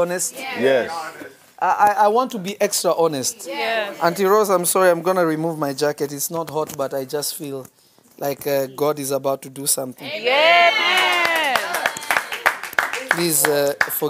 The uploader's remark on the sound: From Revelation Church in Simi Valley, CA. This message was recorded live on March 8, 2022.